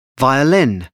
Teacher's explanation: Stress on third syllable